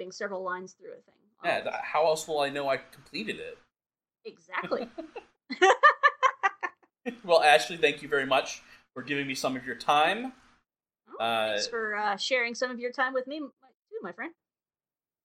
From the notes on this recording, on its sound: Caution: widely variable audio quality in this one.